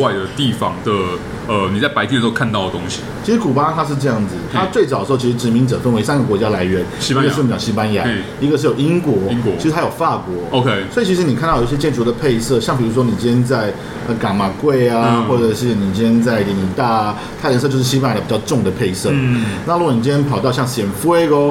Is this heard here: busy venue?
yes